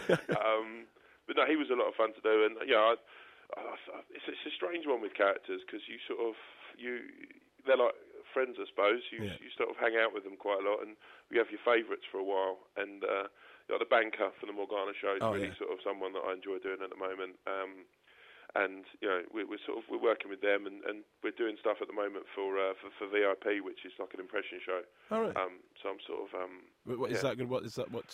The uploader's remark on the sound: on the phone